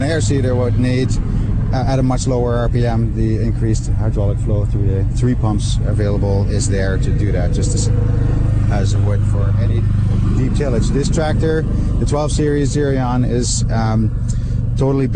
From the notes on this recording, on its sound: Live from Ag in Motion.